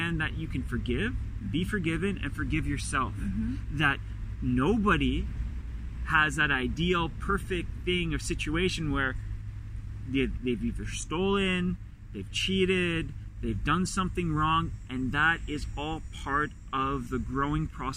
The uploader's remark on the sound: Carcast.